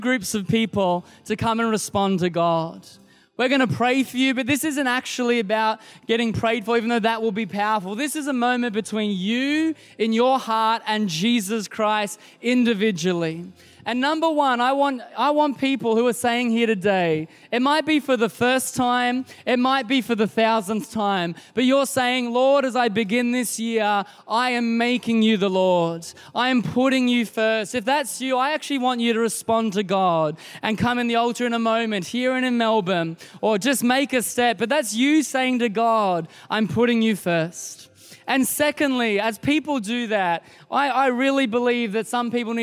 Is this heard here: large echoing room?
yes